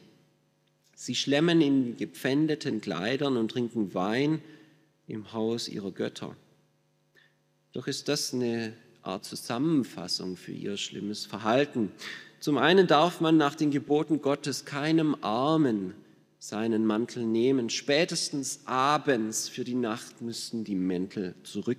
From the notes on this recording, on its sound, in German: Aus dem Schwarzbrot-Gottesdienst der Missionsberg-Gemeinde (LM).